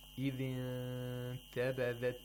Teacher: And so you have to approximate the place of articulation of ta without making the tongue touch the place of articulation of ta. And also, you have to make a nasal sound at the same time for two vowel counts · Term: ikhfa